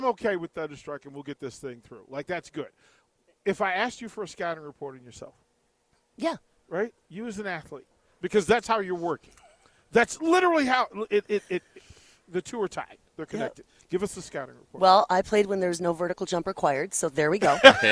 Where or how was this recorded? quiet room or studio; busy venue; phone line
busy venue